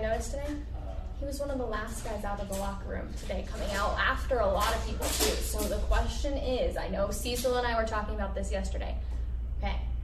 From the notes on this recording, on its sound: Live from UC Health Training Center as the Denver Broncos begin training camp!